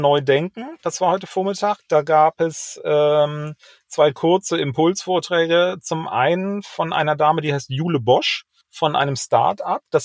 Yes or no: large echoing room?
no